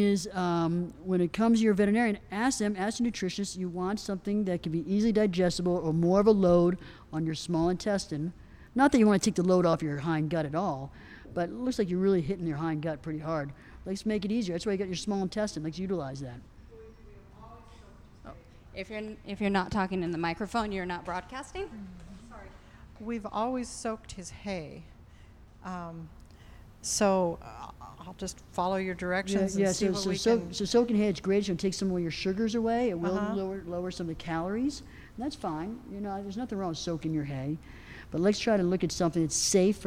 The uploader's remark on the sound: live from the United States Pony Club 2017 Festival